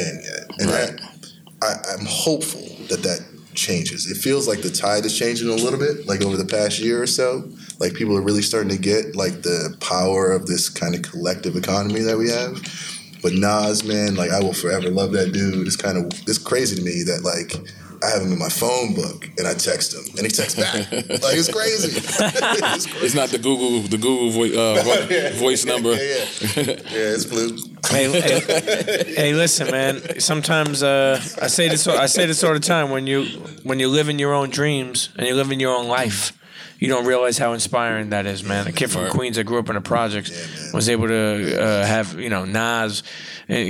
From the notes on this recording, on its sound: live and direct from the A3C Festival in ATL